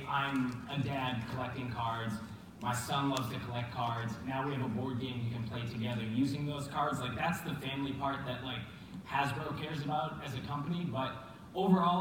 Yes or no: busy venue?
yes